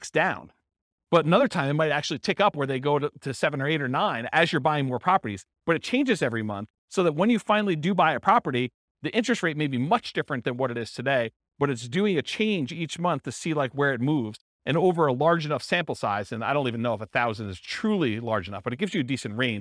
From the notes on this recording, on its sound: This was a live class recorded